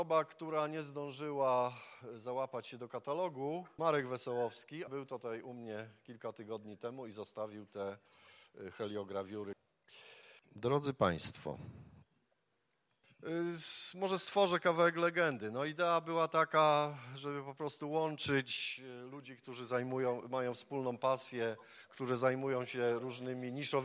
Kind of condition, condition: setting, busy venue